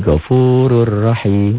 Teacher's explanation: Tidak ditahan, tidak dengung. Melebur tanpa ditahan, tanpa dengung. · Term: idgham bila gunnah